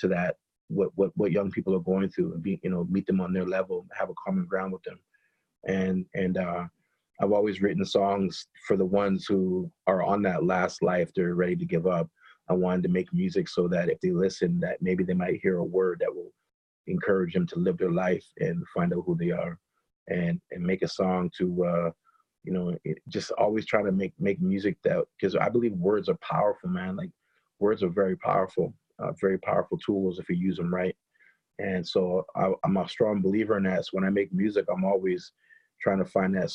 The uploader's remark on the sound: does a Zoom interview